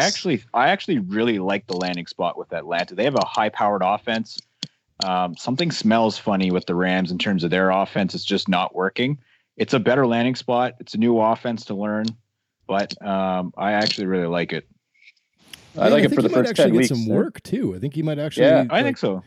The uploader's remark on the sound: all get together...on Skype